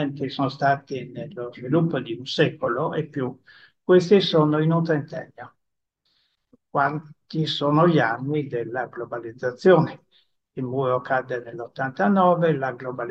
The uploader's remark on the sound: This podcast is the recording of the event co-organised by the UEF and the MFE (Italian section of the UEF) at the Collegio Ghislieri in Pavia. This podcast is the recording of the event co-organised by the UEF and the MFE (Italian section of the UEF) at the Collegio Ghislieri in Pavia.